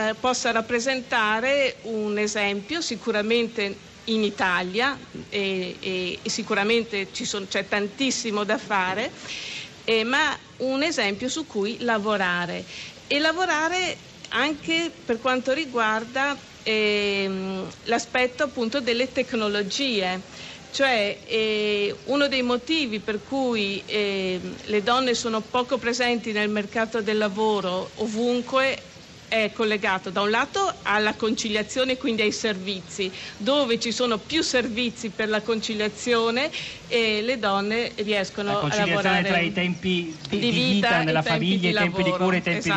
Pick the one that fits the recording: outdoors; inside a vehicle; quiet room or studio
outdoors